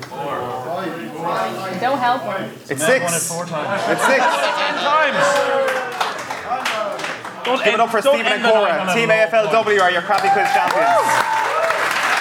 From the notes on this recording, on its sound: The Crappy Quiz in Galway. Live at the Roisin Dubh.